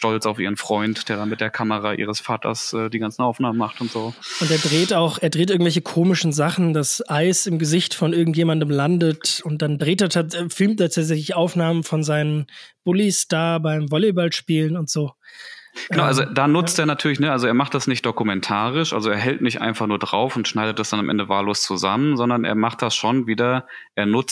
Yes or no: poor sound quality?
no